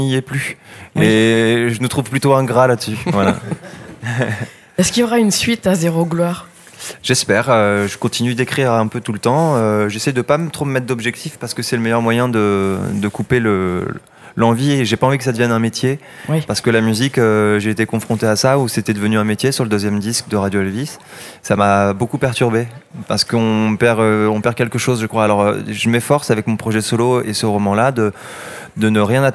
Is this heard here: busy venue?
yes